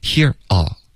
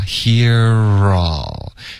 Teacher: here 跟 all 呢连发，中间不要顿 · Shown in: second take